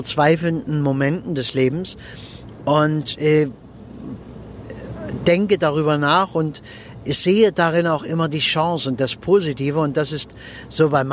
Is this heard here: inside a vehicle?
yes